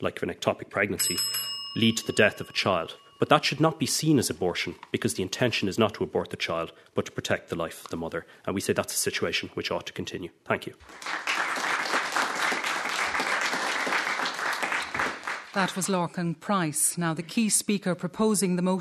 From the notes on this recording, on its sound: Audience: Mount Temple Comprehensive School.